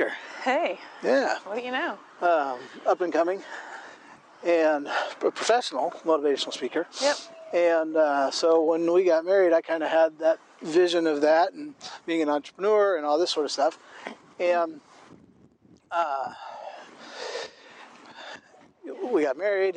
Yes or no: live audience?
no